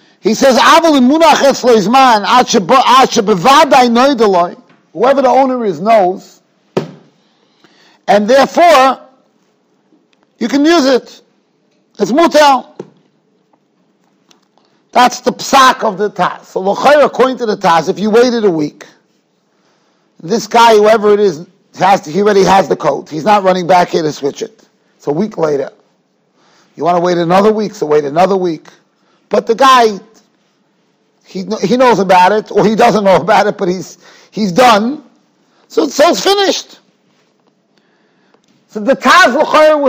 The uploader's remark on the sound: Shiur recorded in Yeshivas Ohr Reuven, Monsey, NY.